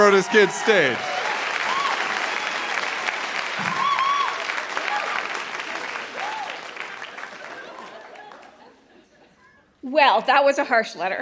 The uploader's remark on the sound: Recorded live at the Leacock Theatre at Mount Royal University in Calgary.